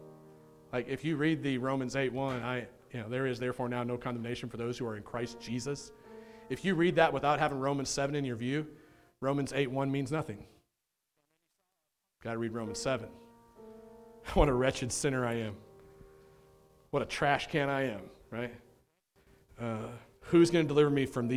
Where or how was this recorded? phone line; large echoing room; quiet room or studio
large echoing room